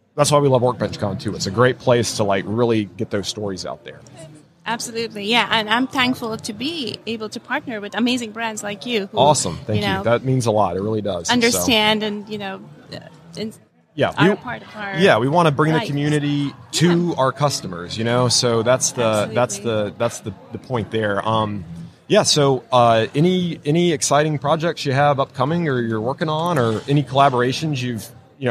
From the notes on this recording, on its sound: LIVE from WORKBENCHcon 2022.